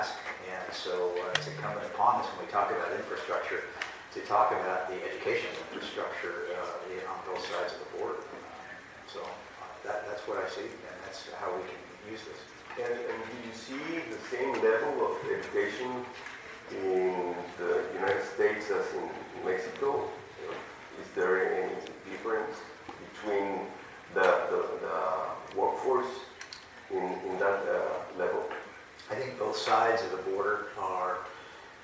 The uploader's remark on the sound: a panelist at the recent 2023 NADBank Summit